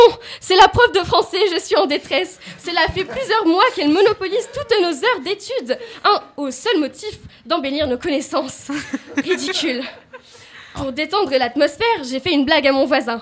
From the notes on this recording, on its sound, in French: Au menu de ce Grand Buffet enregistré en public (merci l’IND).